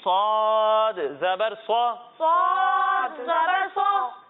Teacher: جب ہم صاد کی ادائیگی کریں گے تو اس میں بھی سین کی طرح سیٹی کی آواز تو آئے گی، لیکن اسے ہم موٹا کر کے پڑھیں گے کیونکہ یہ حروف مستعلیہ میں سے ہے.